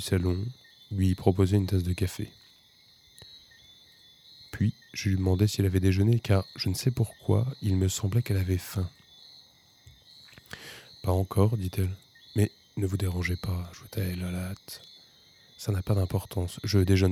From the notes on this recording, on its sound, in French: Enregistrement nocturne en extérieur.